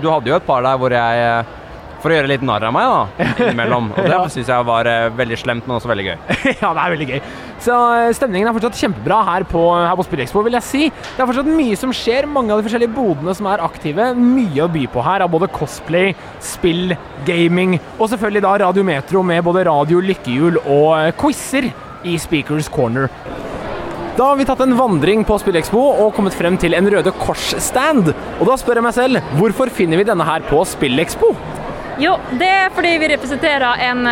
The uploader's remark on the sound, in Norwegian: GamePlay på Spillexpo 2023! Det blir vandring langs standene i messa, det blir live podcast.